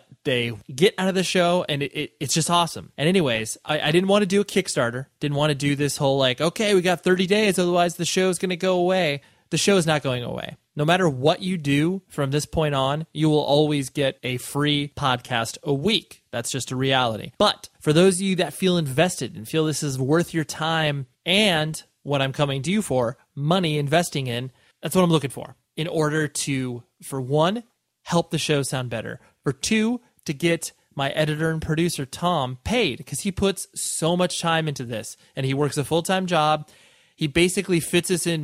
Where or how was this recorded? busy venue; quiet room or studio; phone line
quiet room or studio